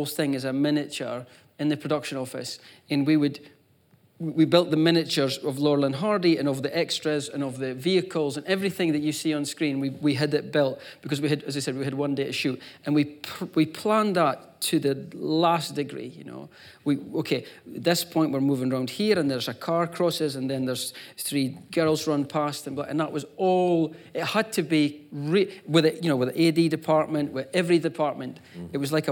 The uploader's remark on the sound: The conversation was recorded on December 8, 2018 in front of a live audience at New York’s 92nd Street Y